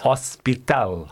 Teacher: removal of the H and shifting of the emphasis